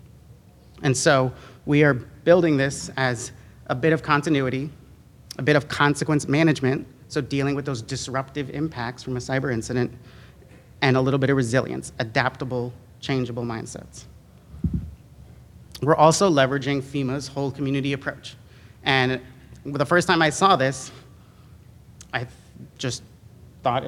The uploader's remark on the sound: same audio was enhanced to allow listeners to hear audience questions